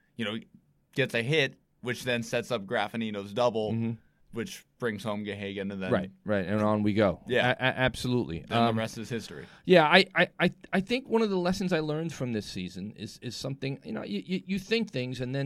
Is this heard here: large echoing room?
no